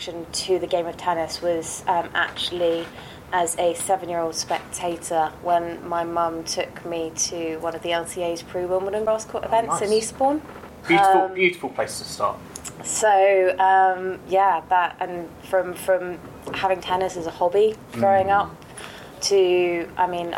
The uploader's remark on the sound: Apologies for the technical issues with this one, we were trialing a new audio setup live and on site in Glasgow so picked up a few odd noises